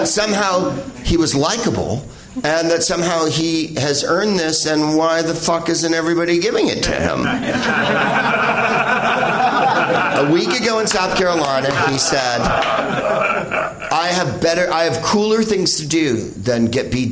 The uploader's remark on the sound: Live from the NerdMelt Showroom in LA.